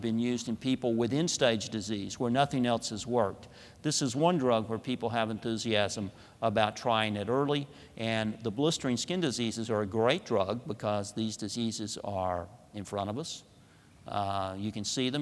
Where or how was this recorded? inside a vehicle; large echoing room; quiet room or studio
large echoing room